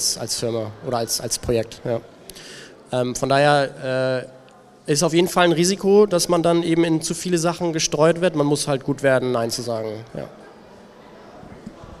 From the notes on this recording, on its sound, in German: Ersten Live-Aufnahme von Business unplugged, die ich im Rahmen des Waterkant Festivals.